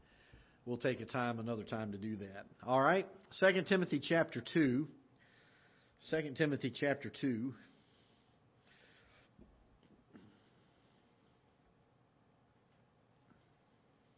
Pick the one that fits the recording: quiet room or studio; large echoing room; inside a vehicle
large echoing room